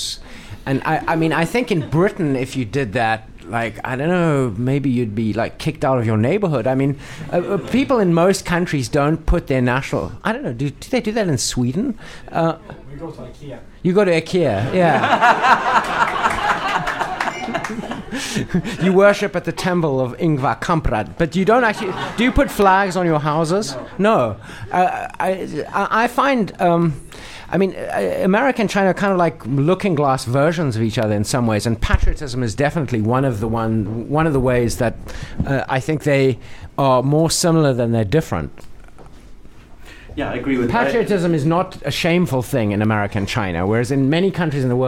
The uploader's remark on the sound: Live at the Bookworm. Recorded last month during a special live event at the Bookworm literary festival. To field questions from our live Beijing audience. Recorded in front of a live audience.